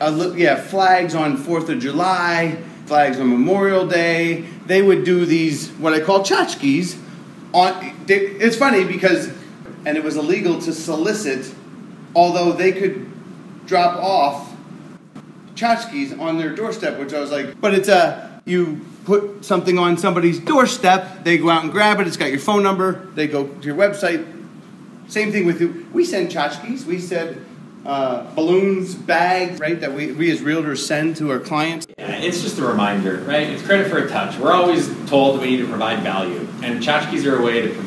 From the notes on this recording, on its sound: weekly Tuesday meeting held at Scottsdale Area Association of REALTORS®